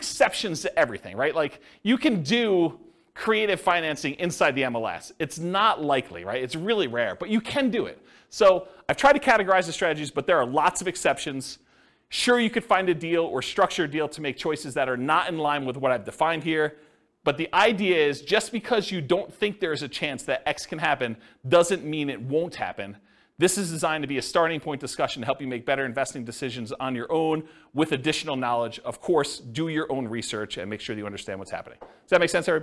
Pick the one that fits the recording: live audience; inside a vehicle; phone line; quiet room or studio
live audience